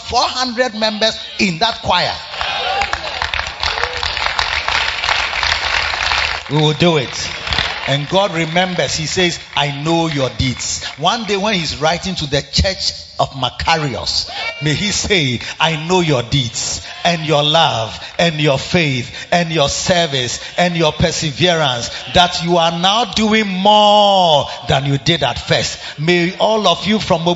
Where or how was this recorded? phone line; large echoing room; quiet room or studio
large echoing room